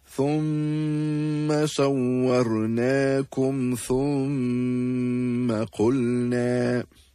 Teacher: The example of the meem with a shadda on it, it will be read with ghunna.